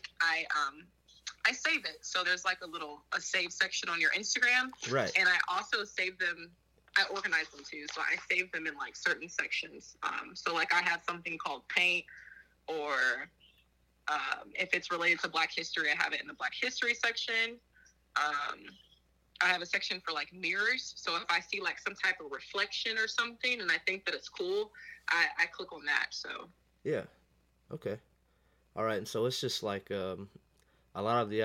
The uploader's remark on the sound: burnt the phone lines to have a conversation